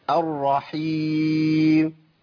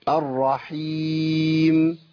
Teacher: انا ما اتيت بالميم خالص، الميم وقعت مني · Shown in: first take